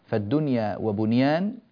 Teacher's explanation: ونأتي بالنون الساكنة فيها مظهرة · Term: الإظهار المطلق